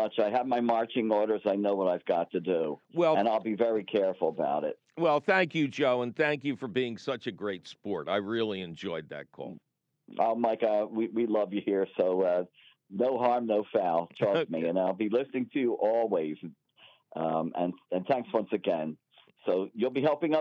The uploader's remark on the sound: your fabulous phone calls!